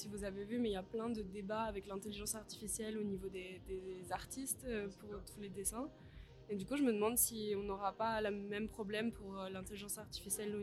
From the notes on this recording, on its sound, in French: Nous nous retrouvons au festival Chorus. Ce podcast a été enregistré pendant le festival Chorus des Hauts-De-Seine 2023 au SeineLab. Le SeineLab est un lieu d’exploration, d’expérimentation, de découverte et d’apprentissage autour du son via des univers numériques, nouvellement ouvert depuis le mois de janvier 2023 à La Seine Musicale.